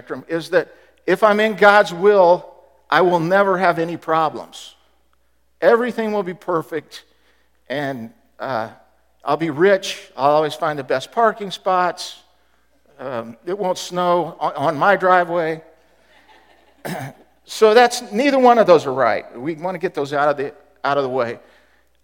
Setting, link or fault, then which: setting, large echoing room